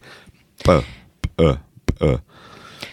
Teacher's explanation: Azt kell csinálni, hogy a levegő útját ilyenkor elzárjuk, és a felpattanást nem a levegőre bízzuk. Tehát a pöt nem úgy pattintjuk fel, hogy fújjuk ki a levegőt, hanem csak a saját erőnkből az ajkainkat pattintjuk föl, és csak utána engedjük ki a levegőt